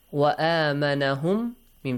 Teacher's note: ميم ساكن plus ميم متحرك you merge ميم ساكن to ميم متحرك مشدد it becomes مشدد Yes. So this is called idgham mutamathilain.